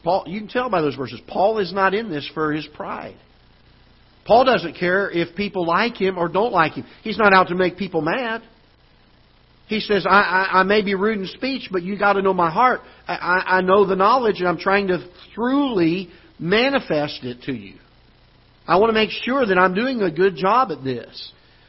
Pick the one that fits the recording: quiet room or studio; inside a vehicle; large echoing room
large echoing room